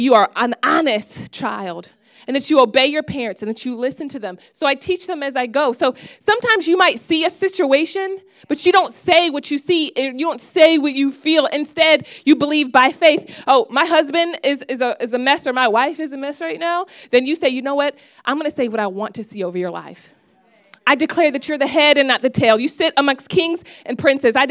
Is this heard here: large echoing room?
yes